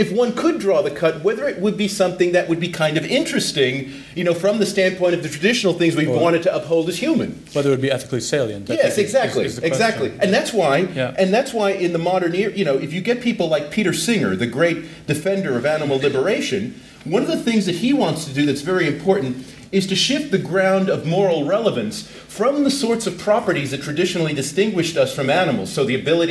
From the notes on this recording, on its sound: This podcast was recorded at Foyles bookshop in Bristol in association with the Bristol Festival of Ideas. This podcast was recorded at Foyles bookshop in Bristol in association with the Bristol Festival of Ideas .